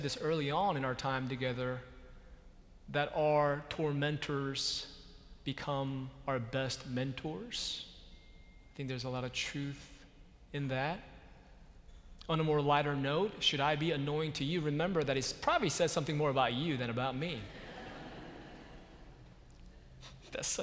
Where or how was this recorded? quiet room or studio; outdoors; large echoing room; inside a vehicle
large echoing room